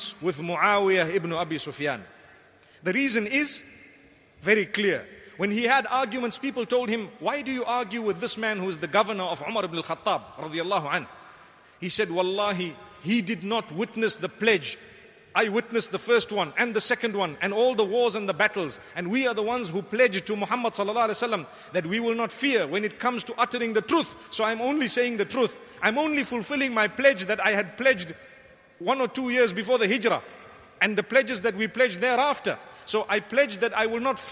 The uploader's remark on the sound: Delivered at Tuanku Mizan Zainal Abidin Musjid